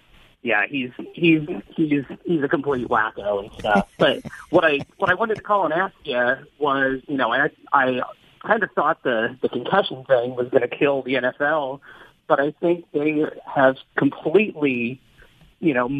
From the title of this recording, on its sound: OPEN PHONES